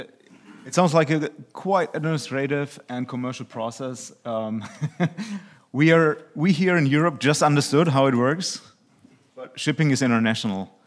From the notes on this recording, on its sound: PANEL at the 3rd Annual German Maritime Forum, Hamburg, Germany. At the Radisson Blu Hotel in Hamburg, Germany.